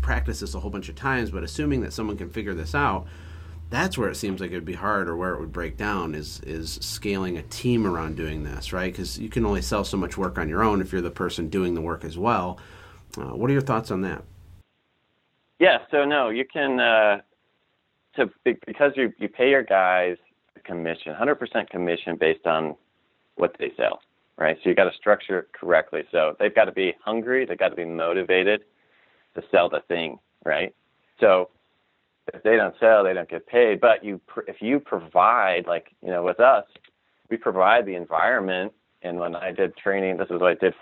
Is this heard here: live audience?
no